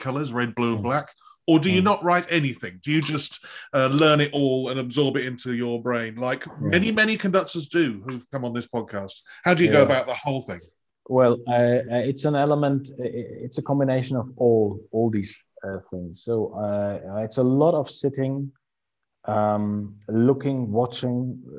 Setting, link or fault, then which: link, video call